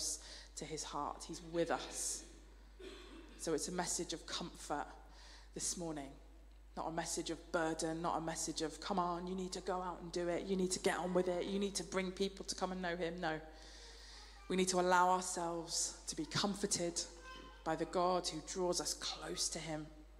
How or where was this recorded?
large echoing room